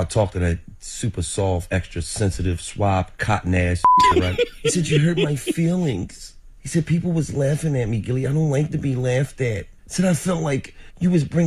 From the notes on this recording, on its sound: we opened up the phone lines for our listeners